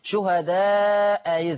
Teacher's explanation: لما يبقى همزتين اختلفوا في الحركه وكانت الاولانيه مفتوحه الثانيه تتسهل على طول